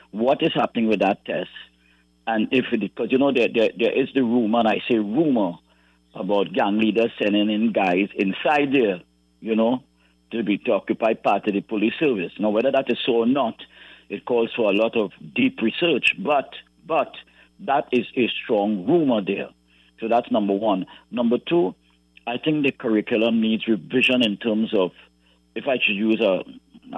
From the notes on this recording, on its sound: During this hour we take calls from our audience